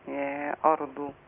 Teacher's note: الراء والضاد مفخمة والضاد مضمومة